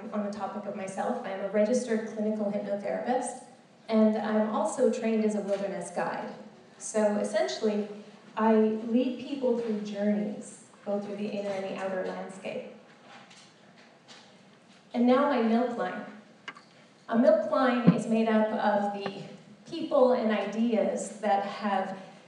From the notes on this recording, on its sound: This special episode is a recording of an hour-long keynote address I gave in the fall of 2016.